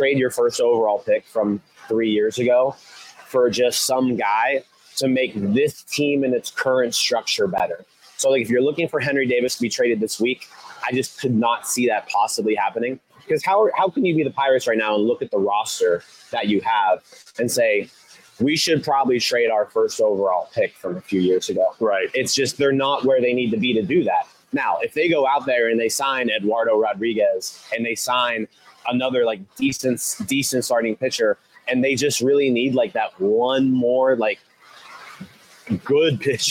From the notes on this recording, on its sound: Live from Nashville during the 2023 MLB Winter Meetings!